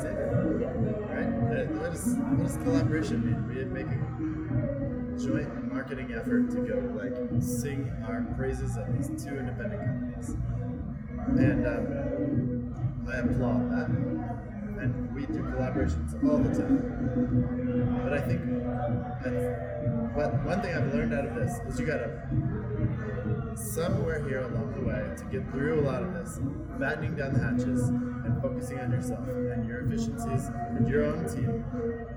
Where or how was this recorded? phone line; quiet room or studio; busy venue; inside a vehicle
busy venue